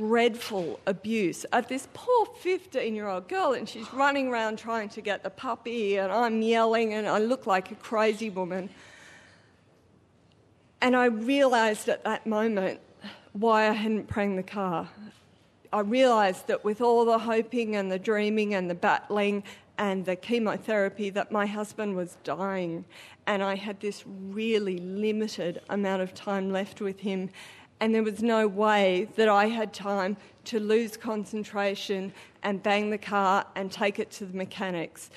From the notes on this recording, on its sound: Recorded live at the Arthouse Hotel, Sydney.